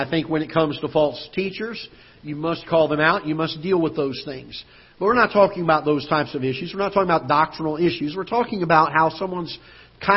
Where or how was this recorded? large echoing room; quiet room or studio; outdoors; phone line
large echoing room